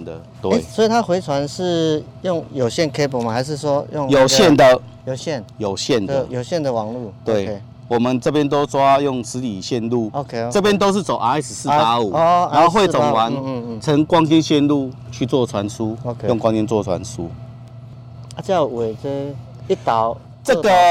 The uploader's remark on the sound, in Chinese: 每一季「零碳未來」都會帶大家走出錄音間，前往知名的企業或是政府單位。地點：台南將軍、七股區，台南鹽田光電場。